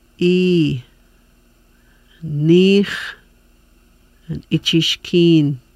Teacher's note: The long I sound is made with the tongue raised towards the roof of the mouth and towards the front of the mouth, and breath held longer. Sounds like the I, but of longer duration.